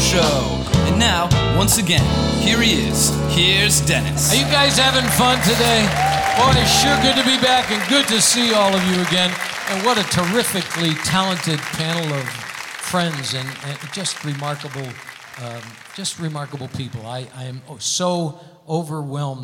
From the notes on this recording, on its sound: Live at the SouthPoint Casino